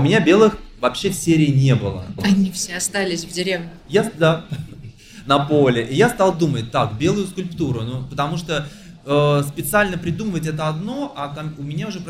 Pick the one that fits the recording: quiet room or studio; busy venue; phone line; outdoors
busy venue